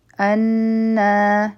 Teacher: انا نون مشدد دی او حرفی مده هم دی، نو اول به غنه وکو او دوه حرکه به راکاږو